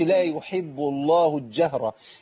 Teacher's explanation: عملت ادغام للام في الجيم فبقت جيم مشددة، بقت شمسية بدل ما هي قمرية.